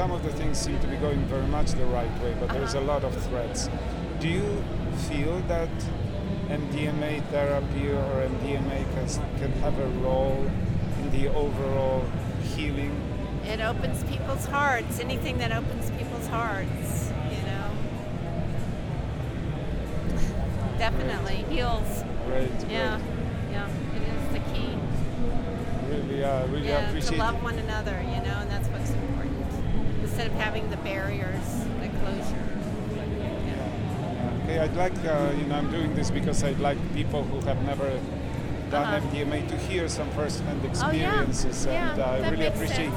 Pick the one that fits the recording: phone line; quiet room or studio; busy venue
busy venue